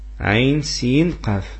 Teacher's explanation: أيضا عين سين قاف السين أيضا مختومة باش بماذا بالنون أيضا يوجد الإخفاء لأن جي بعد النون القاف وأيضا تندير مقدار الغنة هو حركة مع تفخيم الغنة لأن القاف من حروف الاستعلاء